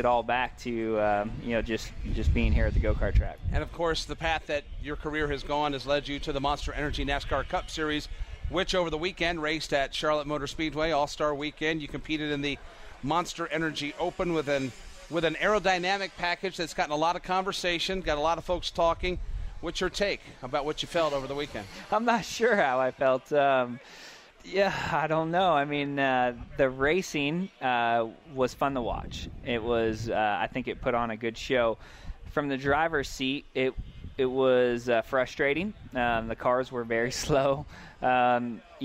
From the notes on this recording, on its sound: On this week's NASCAR Live we are at the Go Pro Motorplex in Mooresville, NC for the 'Little 600'!